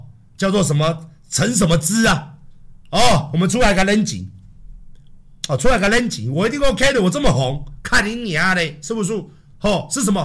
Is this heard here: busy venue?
no